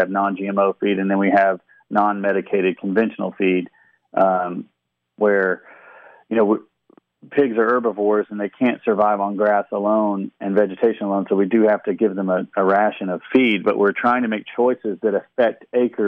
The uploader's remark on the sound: Talks via phoneline with Shreveport farmer and proprietor of MaHaffey Farms.